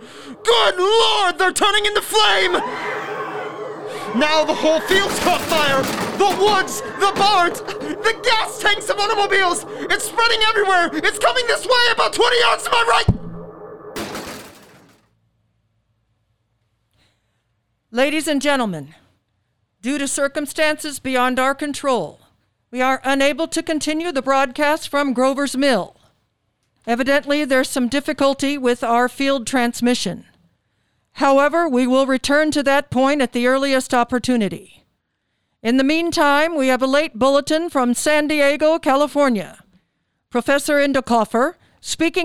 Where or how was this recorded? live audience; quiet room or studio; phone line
live audience